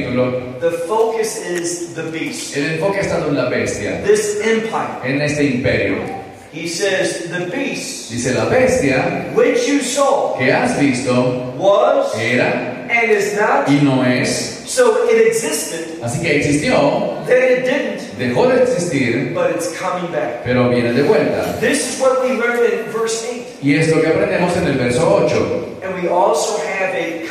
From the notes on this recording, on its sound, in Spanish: Pedimos disculpas por la calidad de sonido de esta conferencia en VIVO, lo cual fue una cuestión ajena a nuestro Ministerio.